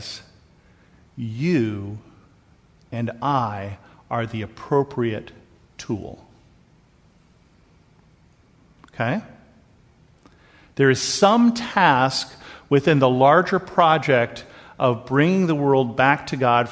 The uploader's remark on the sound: This episode is a sermon that I preached at Bethel Lutheran Church in Cupertino.